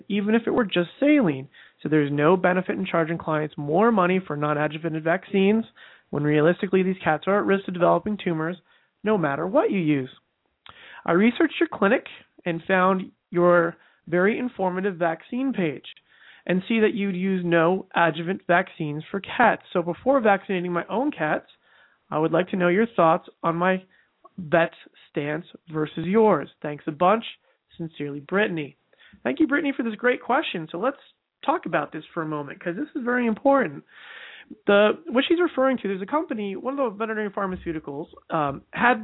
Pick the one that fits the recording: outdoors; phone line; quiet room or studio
phone line